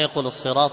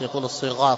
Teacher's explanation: الألثق أيضا الذي يجعل الراء غين · Shown in: second take